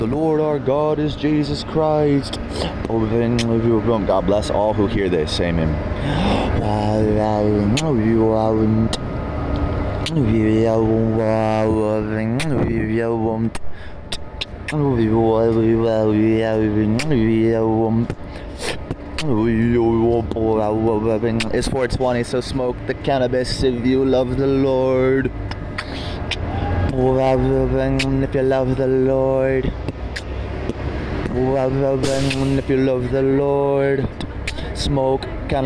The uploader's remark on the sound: At Downtown Las Vegas Bonneville RTC transit center! A live Sermon to the Gentiles and lost sheep of Israel at Downtown Las Vegas Bonneville RTC transit center!